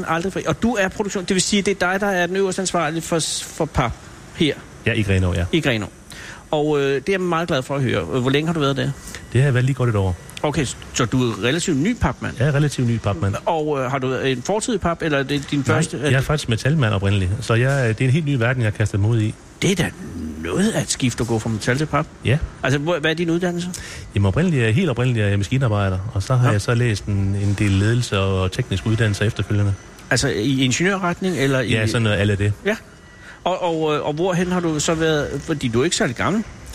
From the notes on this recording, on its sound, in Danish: Live fra bølgepapfabrikken. På papfabrikken DS Smith i Grenaa.